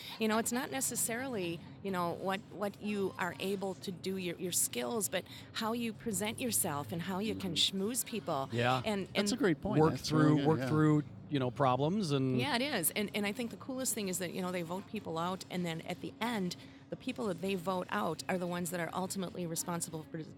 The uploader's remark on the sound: Recorded on location at Nonna Rosas Wine Bar. We sat outside on the patio.